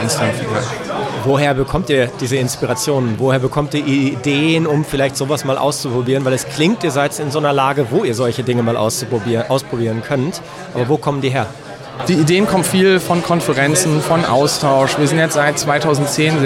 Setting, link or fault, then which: setting, busy venue